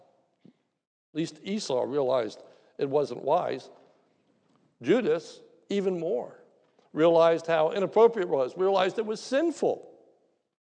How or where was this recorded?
large echoing room